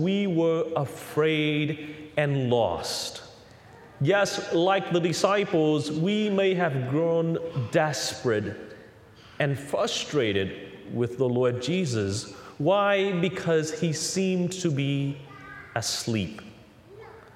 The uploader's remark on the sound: Recorded on The Holy Family Catholic Church in Orlando, Florida; THE HOME of CCTN - Catholic Television for Central Florida.